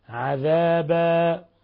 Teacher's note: لو وقفنا على عذابا بيصير مد عوض، بيصير هذا الوقف اسمه وقف عوض، مد عوض، حيث أبدلنا تنوين الفتح ألفا. عذابا، ولا تقول عذابا ولا تقصرها وتذهب بالألف فتقول عذابا، هذا كله لحن، هذا لحن جلي.